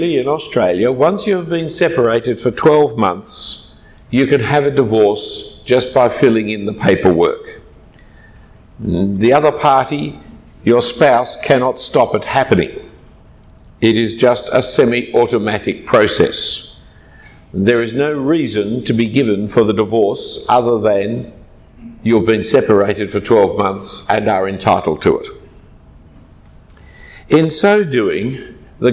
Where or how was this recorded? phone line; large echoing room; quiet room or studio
large echoing room